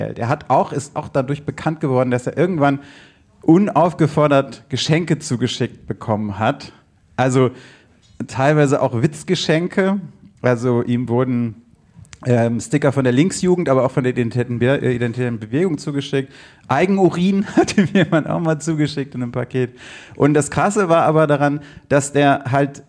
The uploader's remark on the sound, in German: Dieser Podcast wurde im Rahmen der Podcastbrause live im afterwork in Nürnberg aufgezeichnet. Hier werden an einem Abend drei Podcasts live und vor Publikum aufgezeichnet.